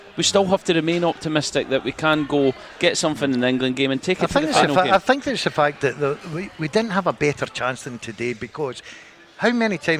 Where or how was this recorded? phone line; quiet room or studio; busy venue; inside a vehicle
busy venue